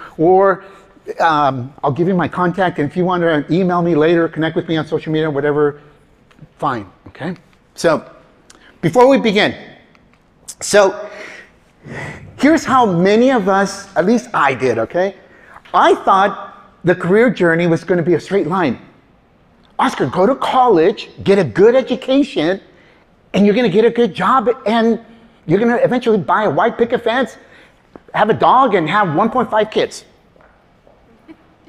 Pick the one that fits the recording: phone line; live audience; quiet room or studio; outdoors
live audience